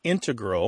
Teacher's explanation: These days, you mainly hear integral with the stress on the first syllable among mathematicians and specialists in scientific fields that use a lot of math.